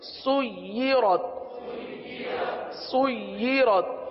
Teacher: یا پر تشدید ہے لہذا یا کو رک کر پڑھیں گے